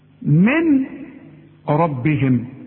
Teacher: الادغام الكامل. يبقى برضو عند سماعك هذه الكلمة كأن النون غير موجودة، ولما اقول لك اكتبها زي ما سمعتها هتكتب لي ميم وراء. · Term: ادغام كامل بدون غنة